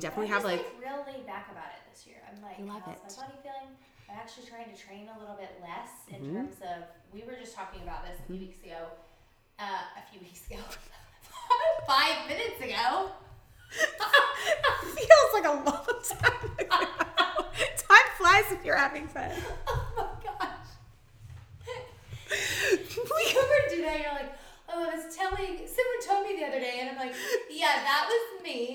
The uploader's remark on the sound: This episode does have some pretty severe technical difficulty.